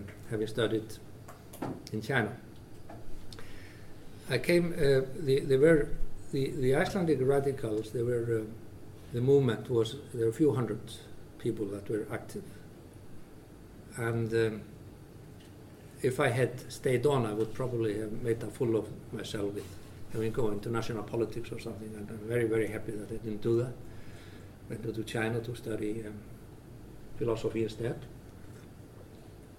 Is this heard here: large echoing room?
yes